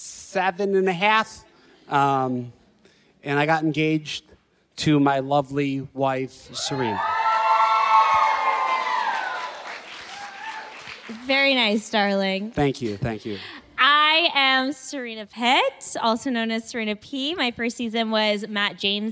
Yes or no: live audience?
yes